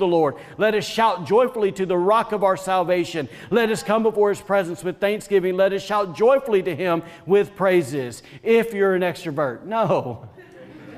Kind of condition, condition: setting, large echoing room